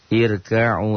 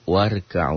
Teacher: Irka'u tipis kan, tapi kalau disambung dengan waw, warka'u jadi tebel.